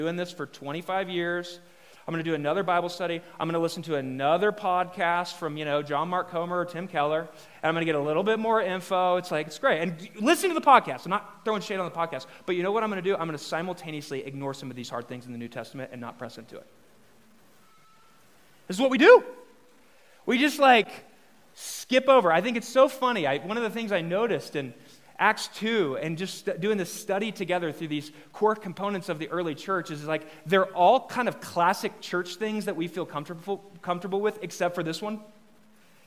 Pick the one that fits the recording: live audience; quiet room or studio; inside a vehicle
live audience